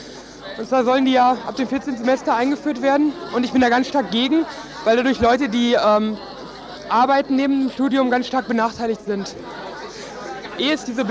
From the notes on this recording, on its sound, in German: O-Ton vom Unistreik